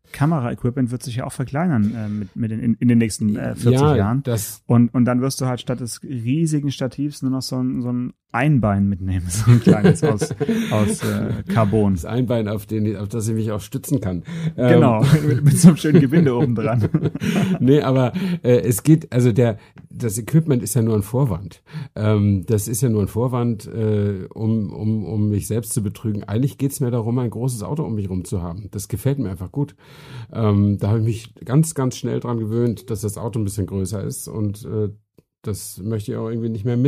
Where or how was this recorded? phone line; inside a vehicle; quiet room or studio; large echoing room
quiet room or studio